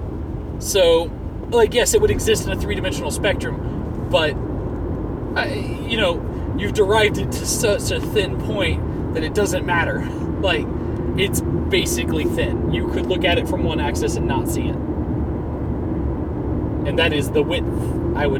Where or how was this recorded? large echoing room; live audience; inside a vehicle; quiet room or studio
inside a vehicle